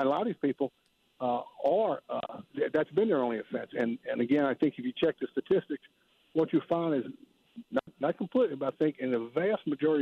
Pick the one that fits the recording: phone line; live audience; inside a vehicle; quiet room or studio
phone line